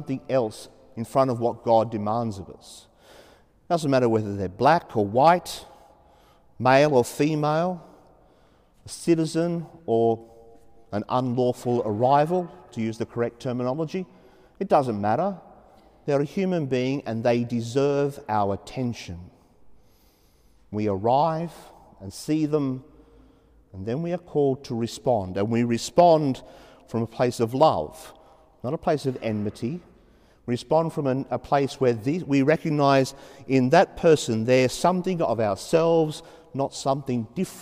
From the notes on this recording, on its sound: As preached during the 5.30pm Saturday evening Mass in Sacred Heart Cathedral, Hamilton.